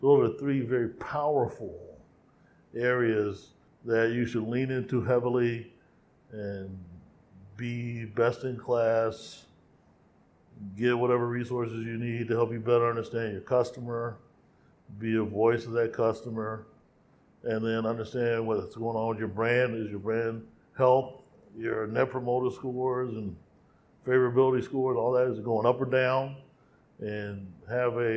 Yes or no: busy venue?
yes